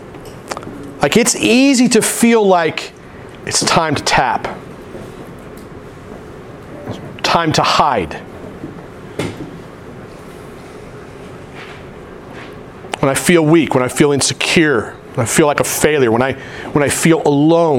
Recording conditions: large echoing room